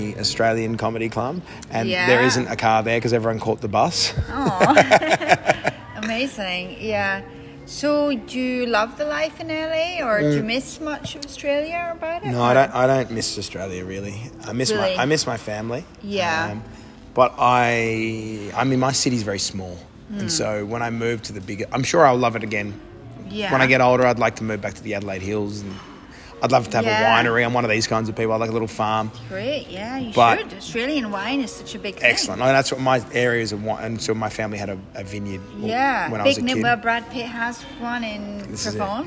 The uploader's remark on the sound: Recorded live at the EDINBURGH FESTIVAL, at The Waldorf Astoria, Scotland.